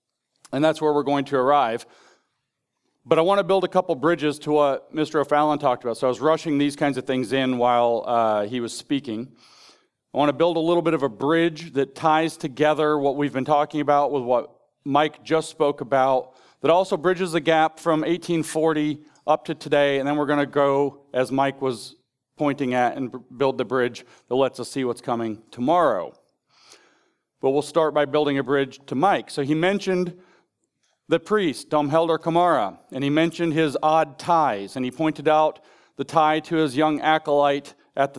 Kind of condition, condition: setting, live audience